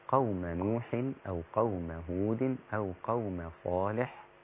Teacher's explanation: الميمات كلها قوم نوح، قوم هود، قوم لوط، كلها رقيق.